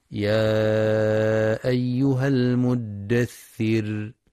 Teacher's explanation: ينتبه القارئ للمد المنفصل في يا أيها، حيث يمد 4 أو 5 حركات في رواية حفص من طريق الشاطبية، وينتبه القارئ لترقيق الراء وقفا في كلمة المدثر.